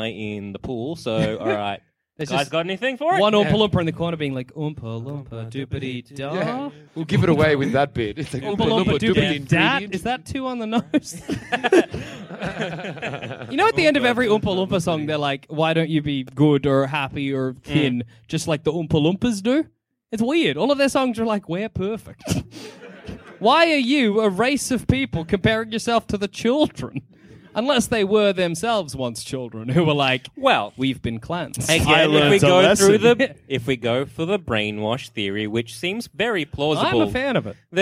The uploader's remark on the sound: Recorded from Melbourne Fringe in 2017